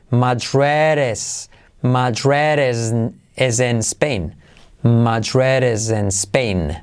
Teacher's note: Madrid. Y al unirlo con es, la D de Madrid se convierte en resuave